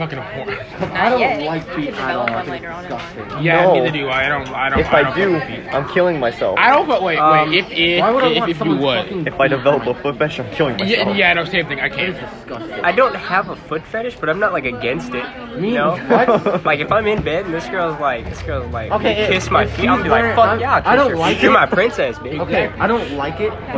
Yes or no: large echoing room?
no